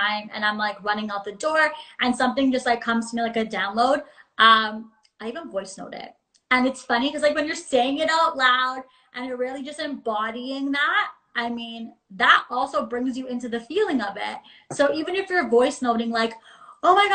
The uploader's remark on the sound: a clip from an instagram live interview